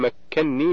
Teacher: الكلمة الثانية مكنني، من قوله تعالى قال ما مكنني فيه ربي من سورة الكهف في الآية 95، فإن أصلها مكنني بنونين، وقد قرأ حفص بإدغام النون الأولى في الثانية فصارت مكنني بنون واحدة مشددة